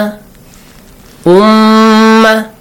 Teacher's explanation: extend the m sound for two counts and nasal sound. When you extend it, then the sound comes from the nose.